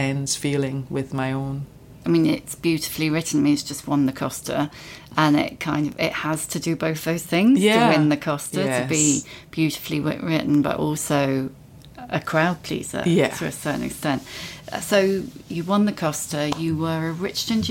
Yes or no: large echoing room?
no